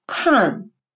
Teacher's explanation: Это русский «к», который произносится с придыханием, как в слове «смотреть» – «кан».